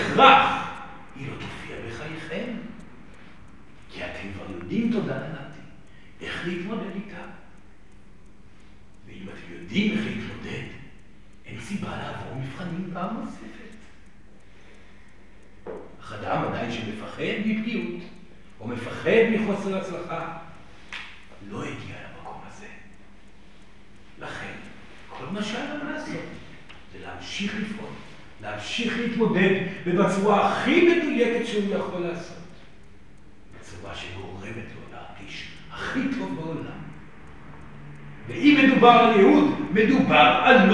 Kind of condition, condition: setting, live audience